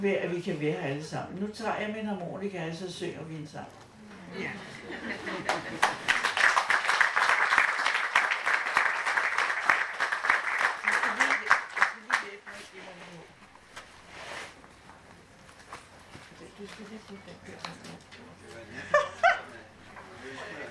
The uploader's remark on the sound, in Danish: live-optagelsen fra festivalåbningen